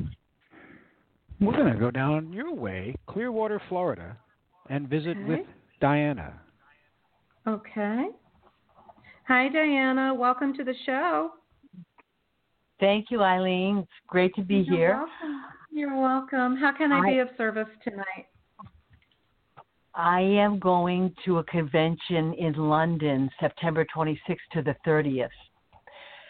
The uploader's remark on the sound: in response to callers' questions